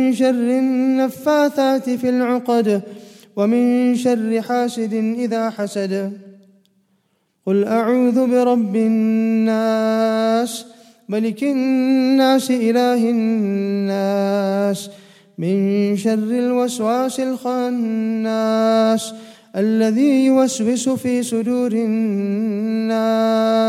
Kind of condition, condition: setting, large echoing room